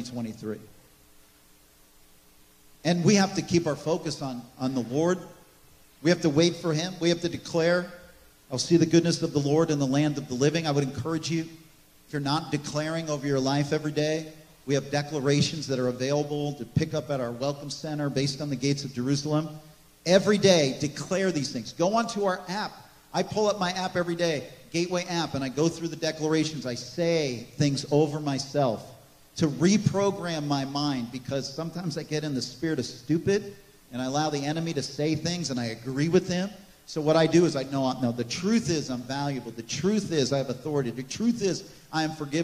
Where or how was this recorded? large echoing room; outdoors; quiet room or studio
large echoing room